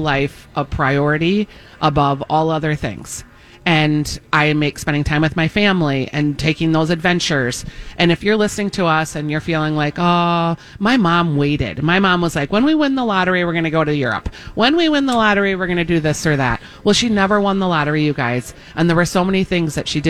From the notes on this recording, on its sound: Broadcasting live at Southern Lights bringing awareness to cancer.